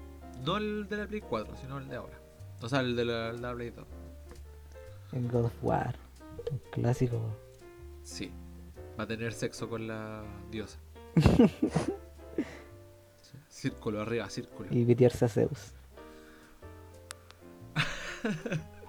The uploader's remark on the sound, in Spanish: Sabemos que hay muchos fallos tanto en audio como en la fluidez de nuestra conversación, errores que se deben a que es nuestra primera experiencia grabando algo así.